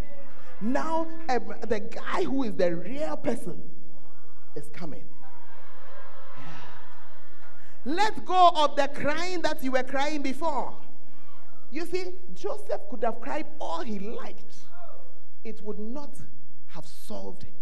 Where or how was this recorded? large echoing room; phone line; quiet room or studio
large echoing room